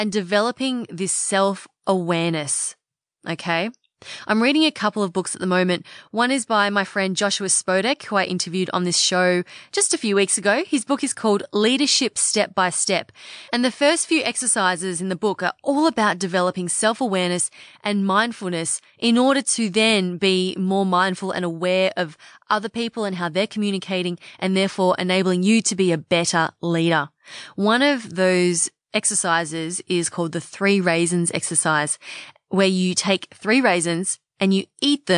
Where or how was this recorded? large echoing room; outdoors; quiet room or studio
quiet room or studio